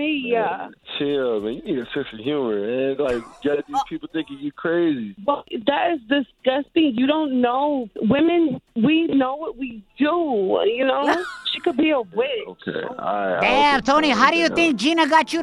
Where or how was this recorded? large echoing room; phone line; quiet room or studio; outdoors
phone line